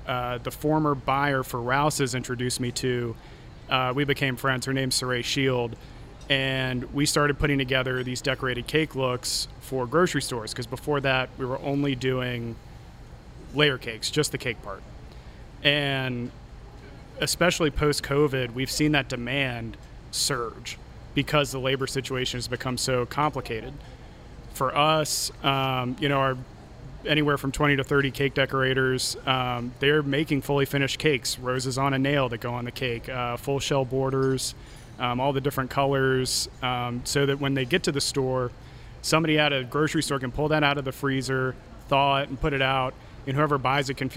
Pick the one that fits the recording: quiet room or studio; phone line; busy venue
busy venue